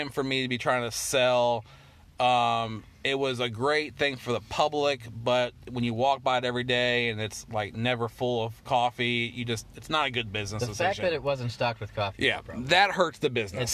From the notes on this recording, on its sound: do our first podcast in the car